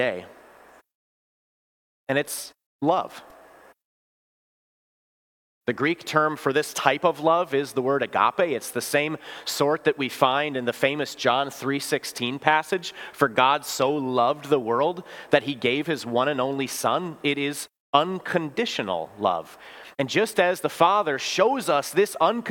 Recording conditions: large echoing room